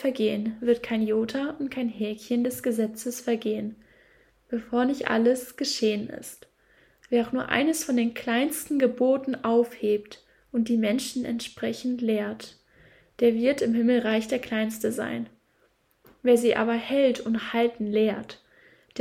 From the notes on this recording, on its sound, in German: Sorry für die Hintergrundgeräusche.